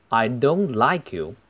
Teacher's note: k 跟 y 可以读成 q